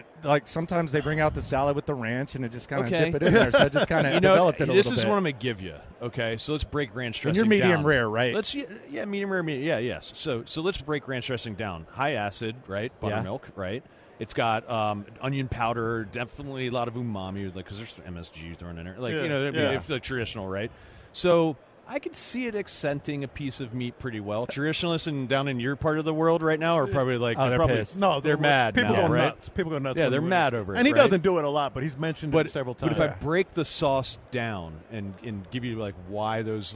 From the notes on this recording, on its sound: LIVE at Radio Row